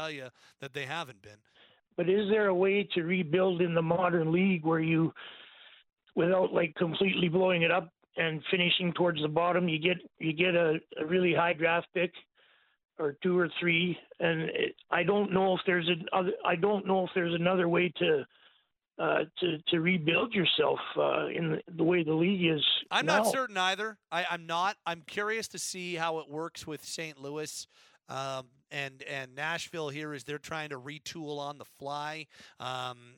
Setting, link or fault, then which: link, phone line